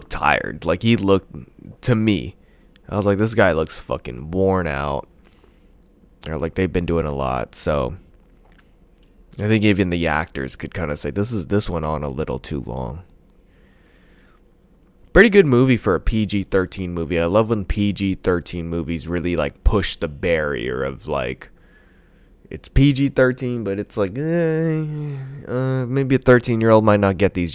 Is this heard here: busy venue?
no